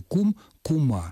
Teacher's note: Каким образом образовано парное существительное женского рода от существительного «кум»? Добавлением окончания «а», причем это окончание становится ударным